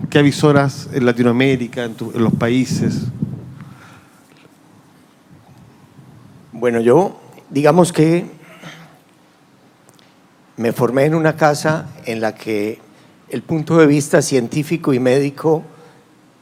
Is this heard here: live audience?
yes